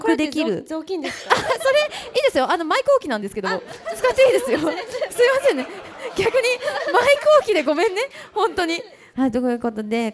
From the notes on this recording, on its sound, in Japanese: Ama9 1周年記念！公開収録。